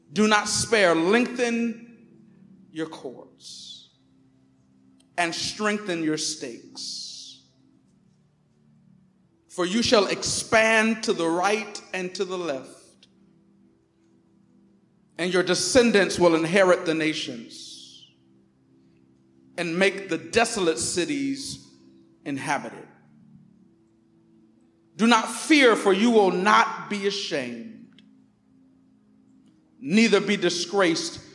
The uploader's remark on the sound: Recorded on 2016-09-11 at the 11:30am Service.